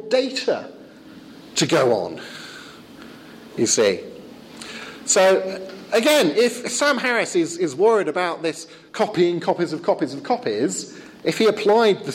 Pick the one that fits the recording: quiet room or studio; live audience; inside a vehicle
live audience